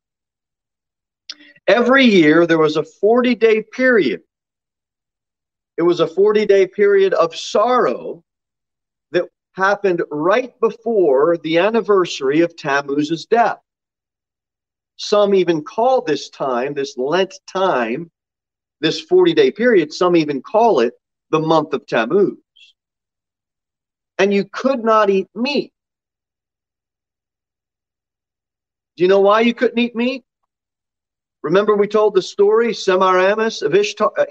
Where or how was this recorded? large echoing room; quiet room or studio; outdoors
large echoing room